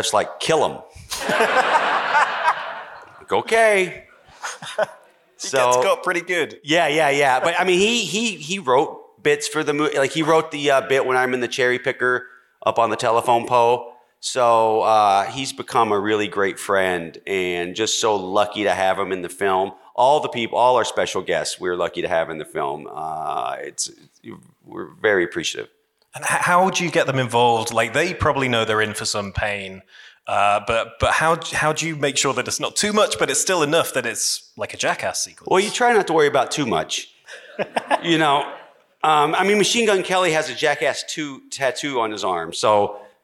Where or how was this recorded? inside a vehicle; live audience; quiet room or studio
live audience